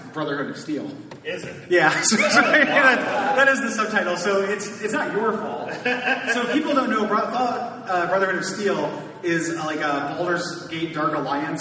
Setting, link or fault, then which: setting, busy venue